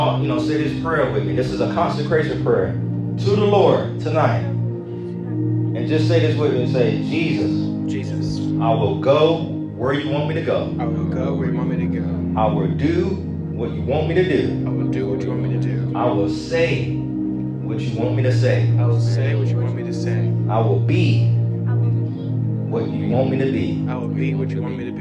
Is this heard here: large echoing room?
yes